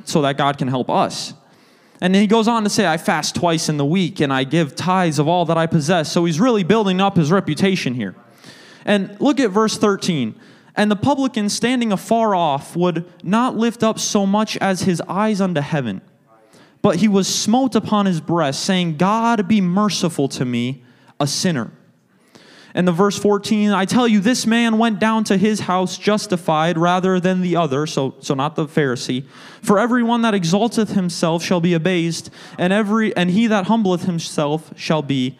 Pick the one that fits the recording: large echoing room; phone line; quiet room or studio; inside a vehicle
large echoing room